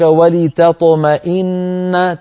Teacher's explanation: نرقق التاء ونفخم الطاء